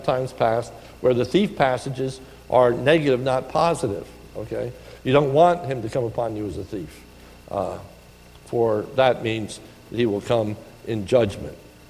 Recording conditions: large echoing room